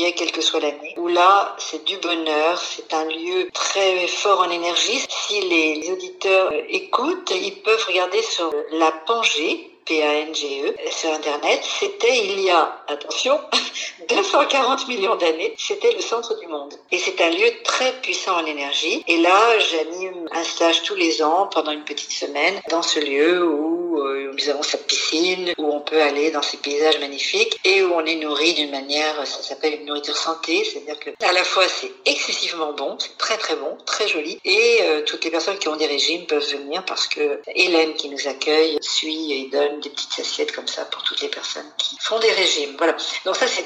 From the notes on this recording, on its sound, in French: Nous avons enregistré à distance par téléphone , vous pouvez aussi entendre des travaux.